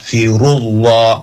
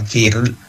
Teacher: Jadi lidahnya jangan ditahan, tapi diangkat, firullah, bukan fir. · Shown in: first take · Term: tafhim